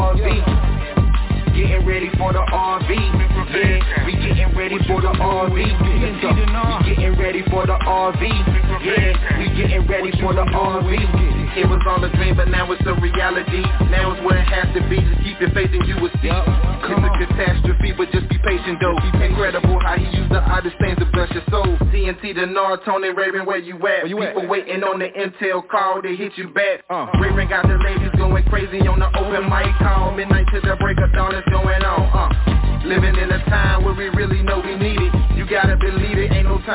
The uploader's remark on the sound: TNTSuperfantastic Conference Call.